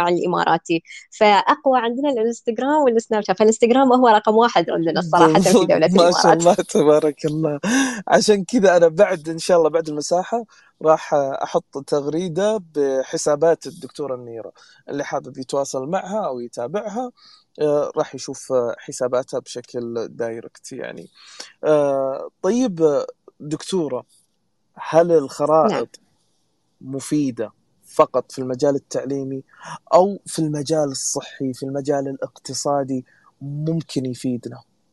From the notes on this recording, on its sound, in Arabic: تسجيل لمساحة ابن رشد الأسبوعية على منصة تويتر